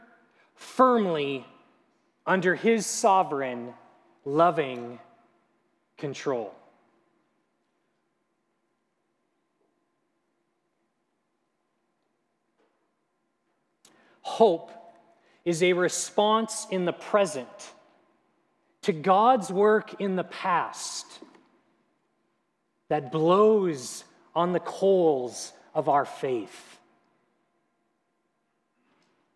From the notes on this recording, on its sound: at Grace City Church in Fargo, North Dakota